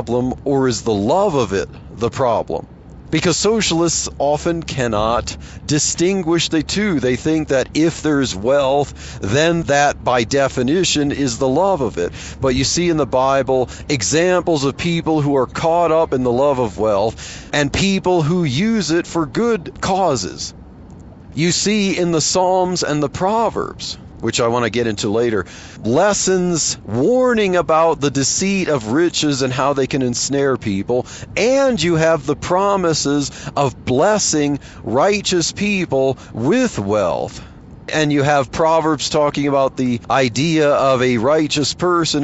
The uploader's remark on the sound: while driving to work